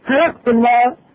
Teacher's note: كي تقلد الهمزة غالبا إلى هاء